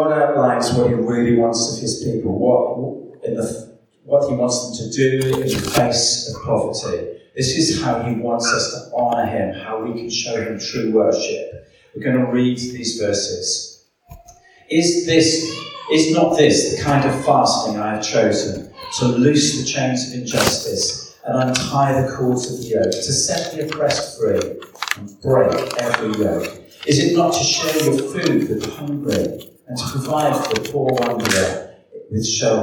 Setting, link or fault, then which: fault, echo